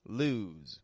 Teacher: So the S sounds like a Z in the word lose. L-O-S-E. S changes to a Z sound.